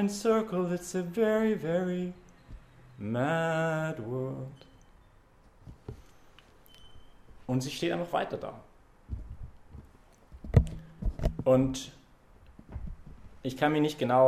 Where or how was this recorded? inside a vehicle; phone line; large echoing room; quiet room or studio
large echoing room